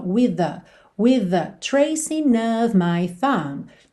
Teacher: With termina em TH, the começa em TH, você junta num som só.